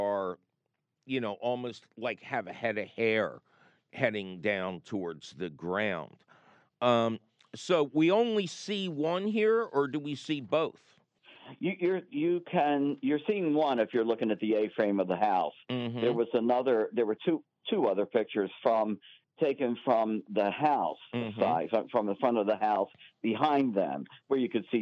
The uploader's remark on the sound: your fabulous phone calls!